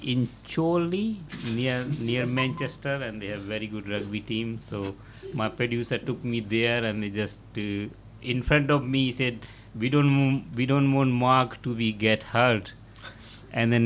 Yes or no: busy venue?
yes